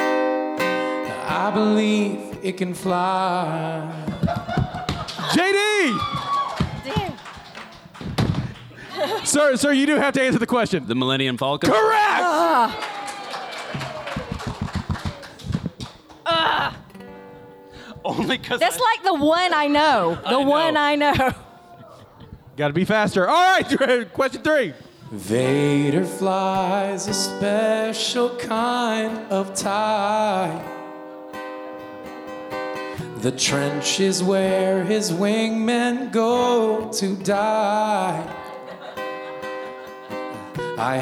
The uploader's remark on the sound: LIVE from PENSACON!